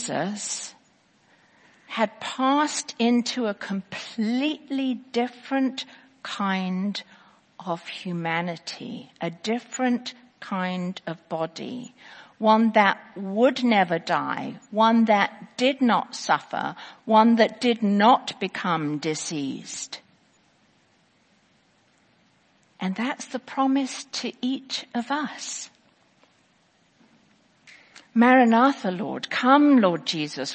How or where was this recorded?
large echoing room